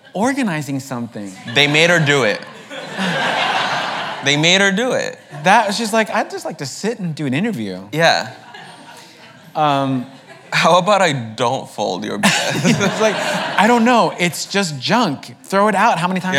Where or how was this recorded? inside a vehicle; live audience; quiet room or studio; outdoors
live audience